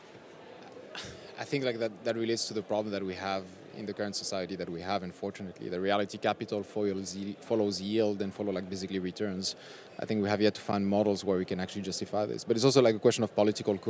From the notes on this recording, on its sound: a second recording from this year’s WISE Summit in Paris